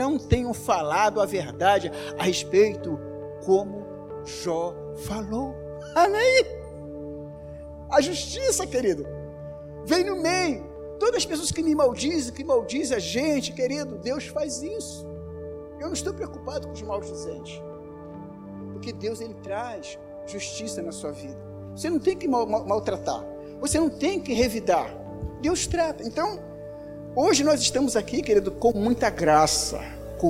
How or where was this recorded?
large echoing room